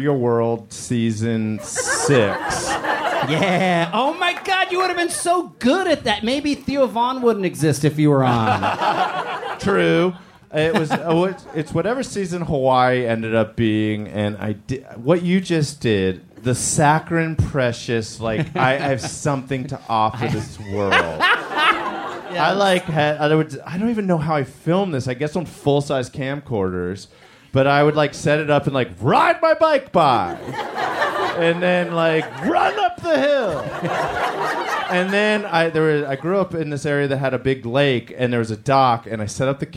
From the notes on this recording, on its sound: It's Bananas live from the Dynasty Typewriter in LA!